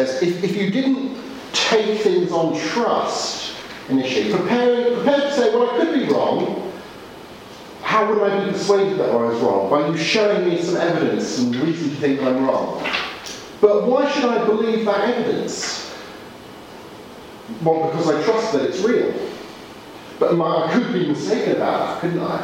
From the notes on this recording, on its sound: Audio from teaching delivered at Gimlekollen College, Norway